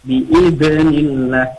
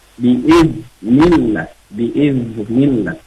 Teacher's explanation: Pada huruf zal ketika sukun, zal itu jangan dipantulin · Shown in: second take · biiznillah, jangan sampai seperti itu karena zal itu bukan huruf qalqalah.